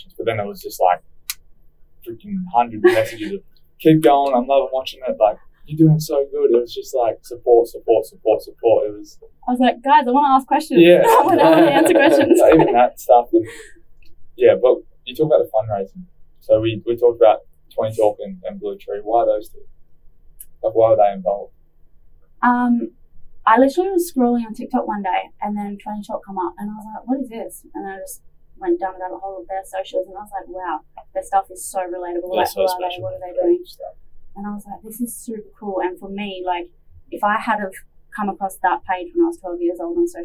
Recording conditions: poor sound quality